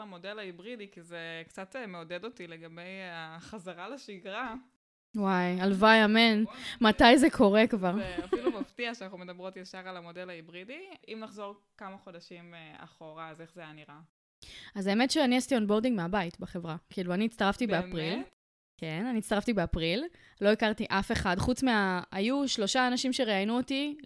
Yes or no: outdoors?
no